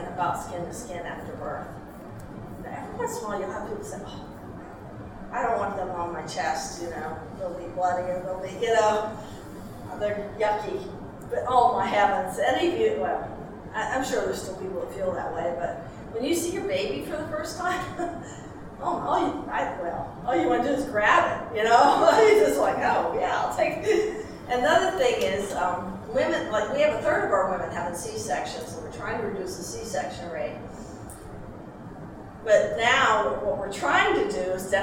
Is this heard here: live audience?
yes